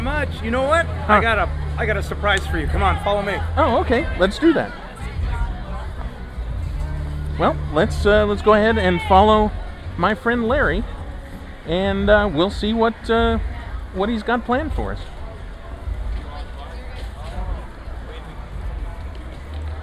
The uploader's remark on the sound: comes to you LIVE from Disneyland